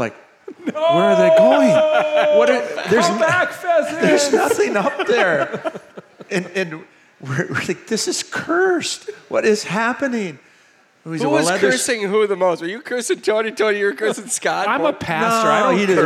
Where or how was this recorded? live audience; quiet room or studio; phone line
live audience